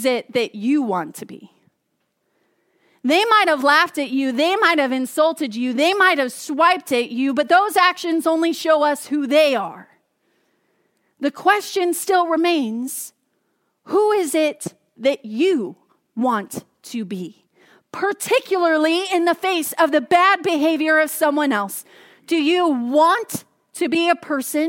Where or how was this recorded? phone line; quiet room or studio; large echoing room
large echoing room